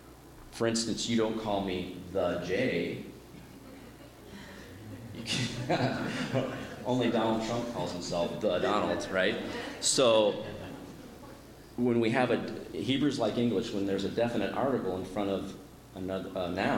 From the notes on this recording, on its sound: My dad preached today at our church. He recorded it.